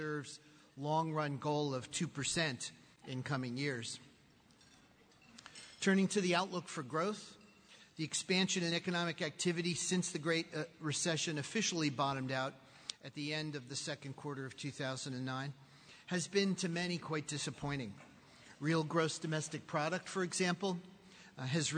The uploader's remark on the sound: speaks at the Charlotte Chamber of Commerce's Annual Economic Outlook Conference